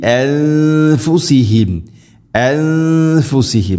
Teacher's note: സാക്കിന നൂന് ശേഷം ഫ വന്നാൽ ഇഖ്ഫാം ബിഗുന്ന, അവ്യക്തമാക്കി മണിക്കണം. അൻഫു, ഇവിടെ ഔഫു, ഔഫു എന്ന രൂപത്തിൽ മണിക്കരുത്.